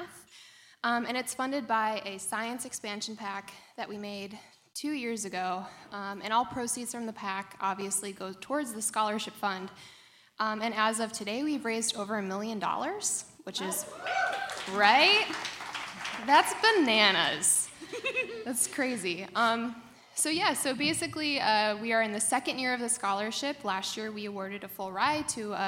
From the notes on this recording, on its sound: LIVE at the Chicago Podcast Festival